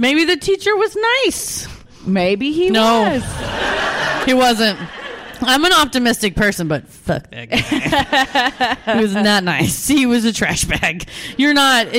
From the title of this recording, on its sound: Live at Dallas Comedy House